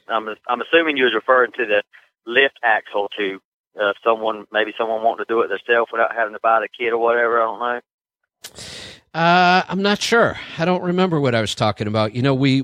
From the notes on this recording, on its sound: We'll be taking your calls